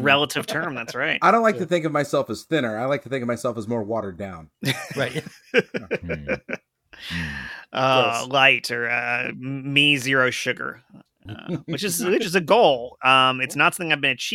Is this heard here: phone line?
no